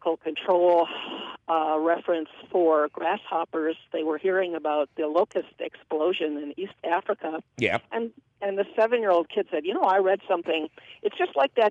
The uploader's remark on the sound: Otherwise, its a fabulous phone call question show, cats, and kittens!